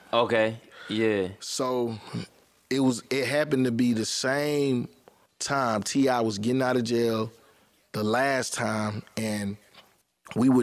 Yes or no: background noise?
no